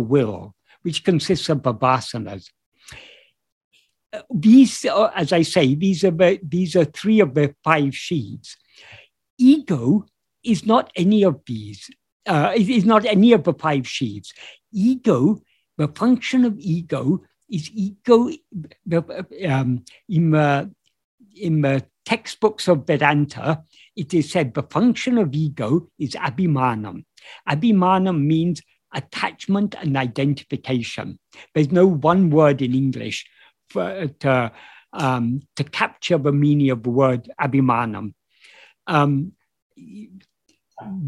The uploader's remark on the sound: In a Zoom meeting